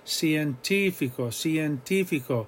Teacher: We're stressing the I, the third vowel back.